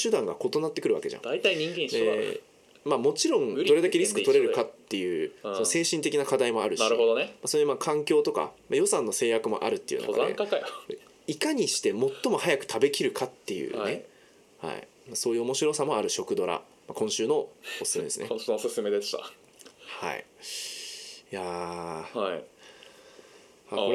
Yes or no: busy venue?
no